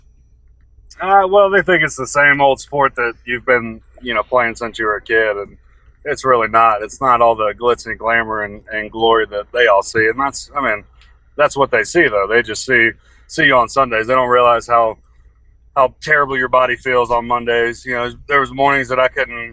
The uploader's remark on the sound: records bits and pieces 38,000 feet in the air on the plane on the way back from Raleigh, North Carolina